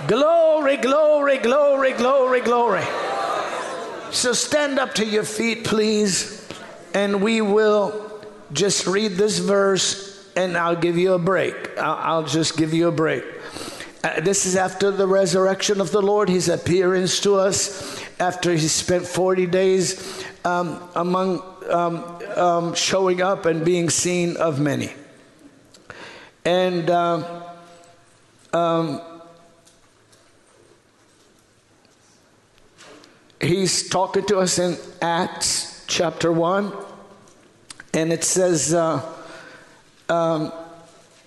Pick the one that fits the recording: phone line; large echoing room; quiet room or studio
large echoing room